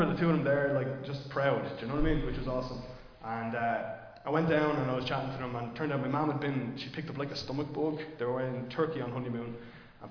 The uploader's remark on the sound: Recorded live in Liberty Church